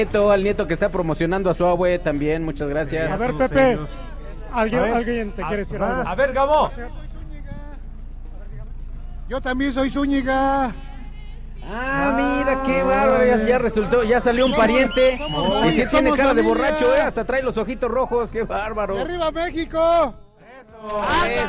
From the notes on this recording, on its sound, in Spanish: Espacio Deportivo de la Tarde desde el FanFestival de la Ciudad de México.